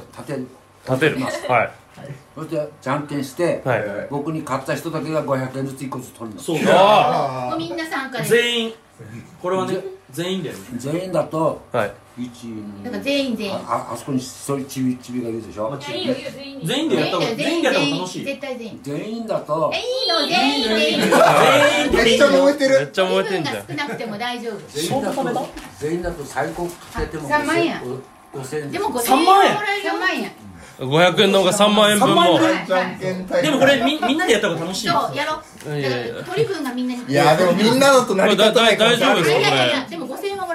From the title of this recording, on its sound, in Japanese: 正月の集まりに混ざって収録しよう